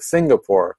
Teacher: the nasal in sing, like Singapore, that na is pronounced in your throat, and it comes before the ga of Singapore